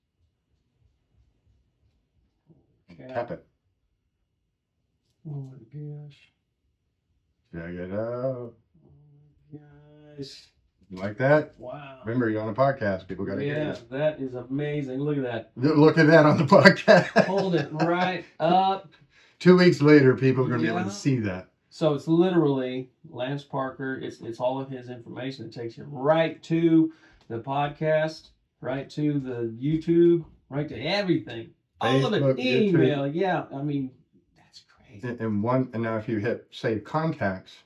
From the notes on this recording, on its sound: We had a problem with the audio in this episode